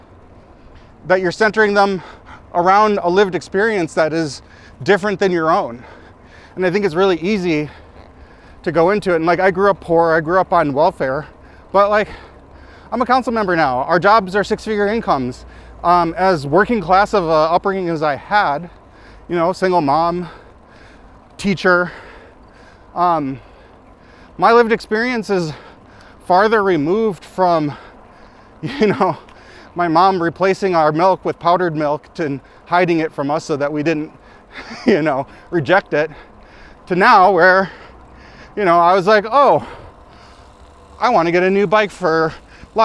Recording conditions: outdoors